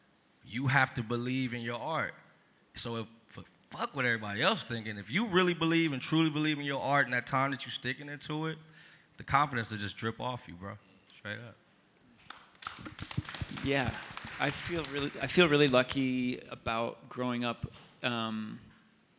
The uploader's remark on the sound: At the conference (on stage) I told people what I was going through and honored my friend.